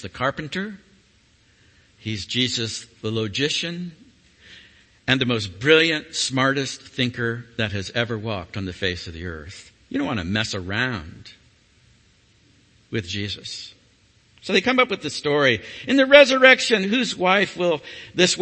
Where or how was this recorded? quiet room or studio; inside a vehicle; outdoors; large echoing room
large echoing room